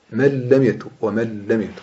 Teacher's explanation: إدغام خالص بدون غنة، تحولت النون إلى لام فقط